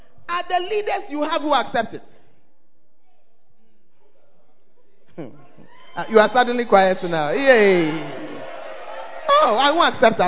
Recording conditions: large echoing room